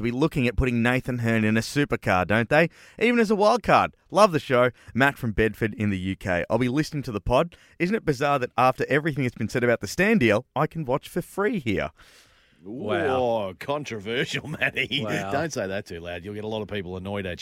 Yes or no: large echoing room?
no